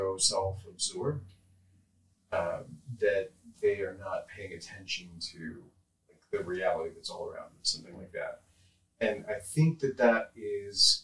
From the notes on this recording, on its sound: If you can get past the poor audio quality in this episode